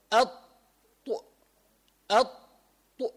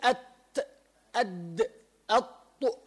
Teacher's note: طرف لسانك إلى أصول عليا الثنايا، محل منبتن، منبت السنان اللي فوق بالوسط، بيخرج منهم ثلاثة حروف، الطاء والتاء والدال · Term: مخرج واحد